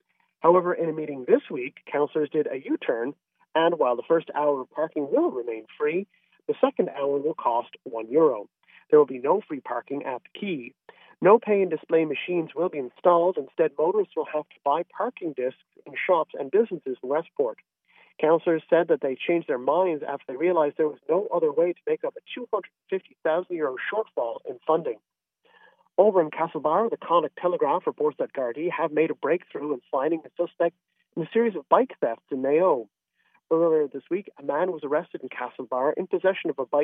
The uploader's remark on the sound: call in from the road